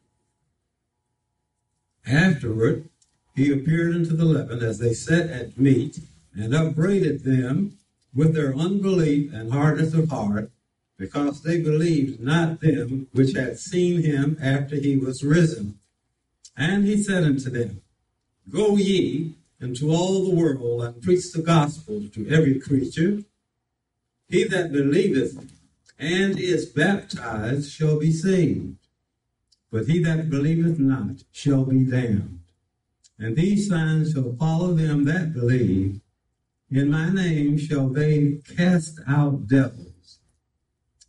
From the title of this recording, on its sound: live service